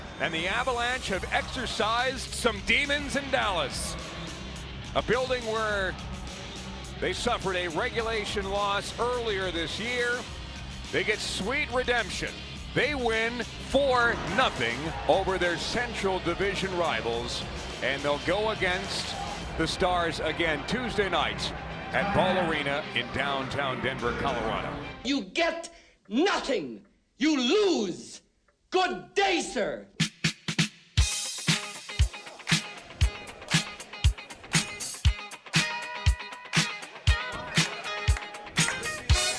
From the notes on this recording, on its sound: Live from Blake Street Tavern leading up to kickoff of the Big Game.